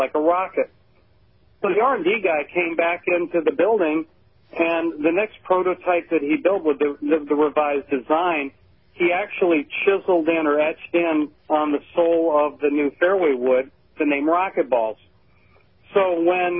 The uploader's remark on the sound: called